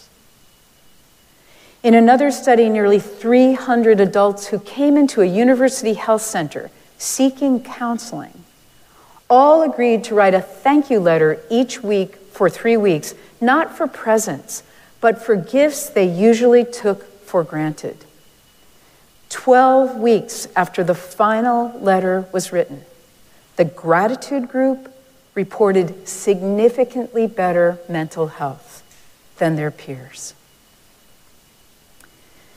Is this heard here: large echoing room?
yes